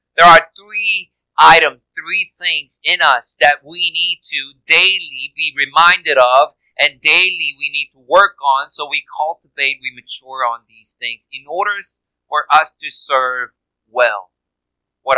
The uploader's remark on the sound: Unfortunately, due to a recording issue, this week's sermon audio may be of poor quality.